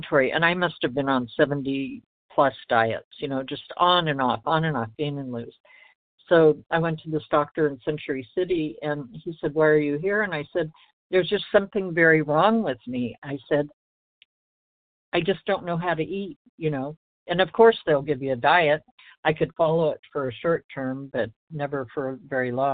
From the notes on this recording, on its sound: 100 Pounders Phone Meeting